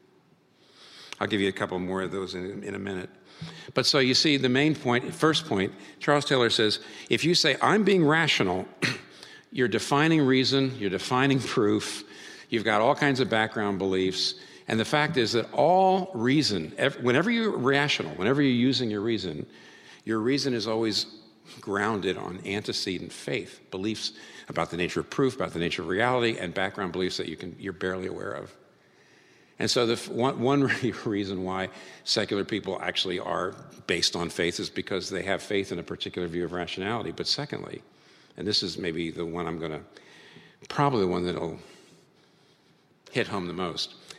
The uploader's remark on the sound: This talk was recorded before a live audience on March 7, 2019 in New York City.